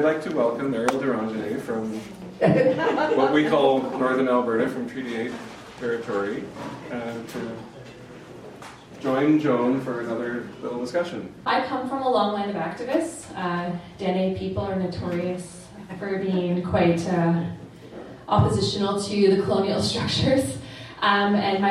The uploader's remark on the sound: Ottawa event hosted by MiningWatch Canada and Octopus Books. The Mauril-Bélanger Social Innovation Workshop (Atelier) at Saint Paul University.